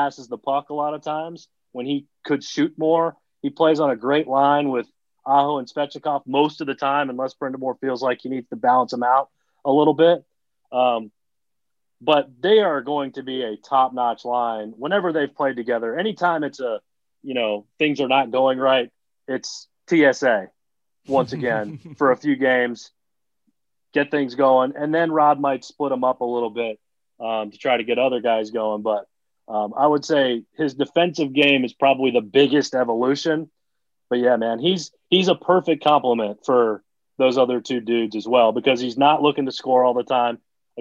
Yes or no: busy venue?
no